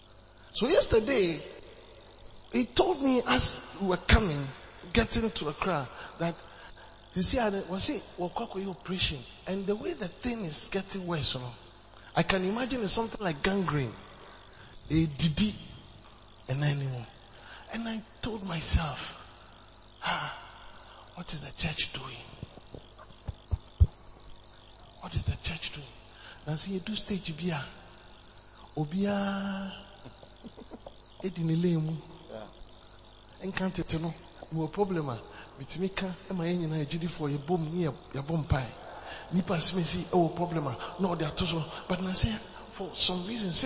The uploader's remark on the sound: PREACHED ON SUNDAY DURING REFRESHING SERVICE AT CAPTAIN OF SALVATION CATHEDRAL